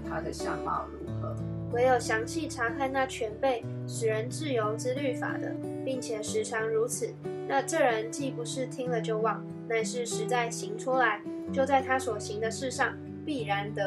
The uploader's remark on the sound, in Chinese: 今天換一個角度錄音，所以錄到許多刷刷刷的聲音，可惡啊！